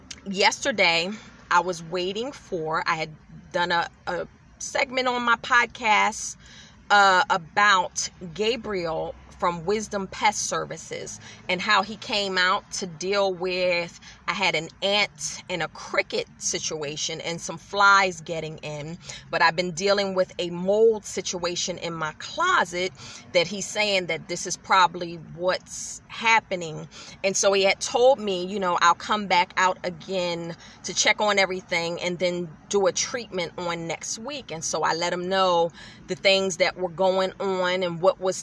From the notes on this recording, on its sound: In my car